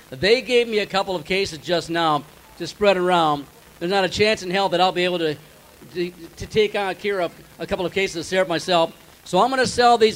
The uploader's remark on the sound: MN State Fair 2023 Weekend 2. Great episode live from the Minnesota State Fair.